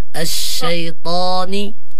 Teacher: مع تفخيم الطاء لأنه من حروف الاستعلاء